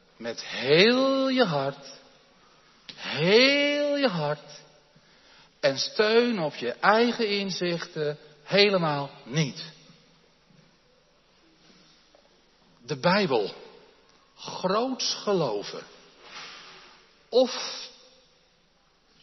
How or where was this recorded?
large echoing room